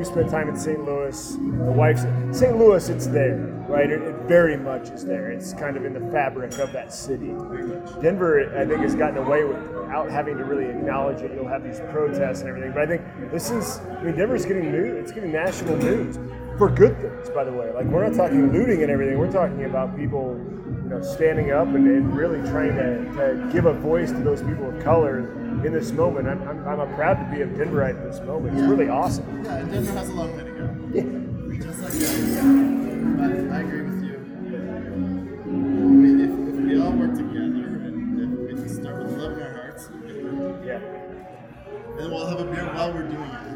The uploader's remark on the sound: On Location at Denver Beer Company